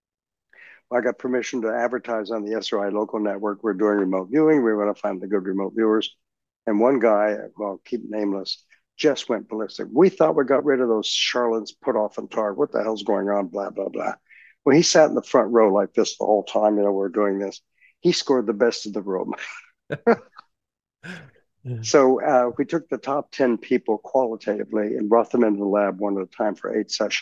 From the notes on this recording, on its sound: This community Zoom discussion.